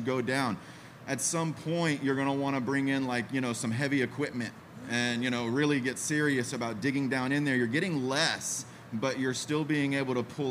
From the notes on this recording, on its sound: For Café Bitcoin Live at Pacific Bitcoin!